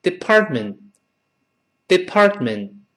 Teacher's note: department 中间那个 t 和后面那个 t 都听不到了